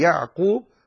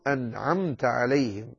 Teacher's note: العين على الإنسان أن يحققها، وإلا ظهرت كأنها ألف